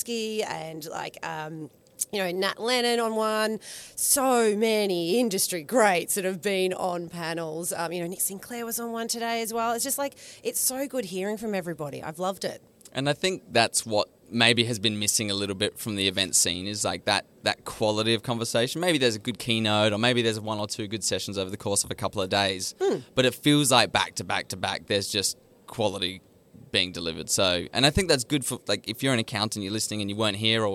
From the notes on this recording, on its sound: Live from Accountex 2023. At Accountex Australia!